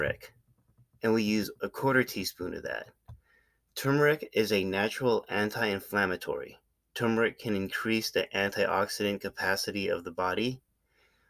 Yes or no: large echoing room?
no